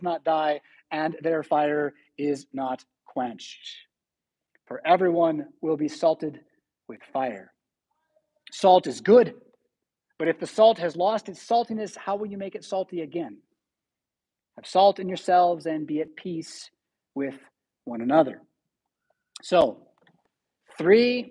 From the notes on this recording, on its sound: Preached at St Paul Lutheran Church , Rockford, Illinois on March 19, 2023.